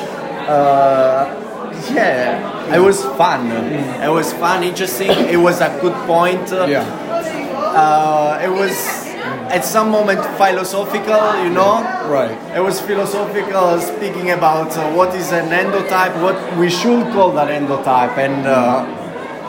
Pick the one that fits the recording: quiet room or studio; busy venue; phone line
busy venue